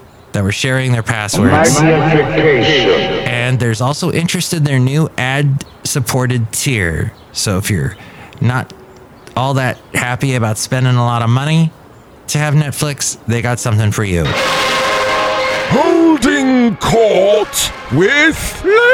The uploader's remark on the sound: podcasts live from Café Anyway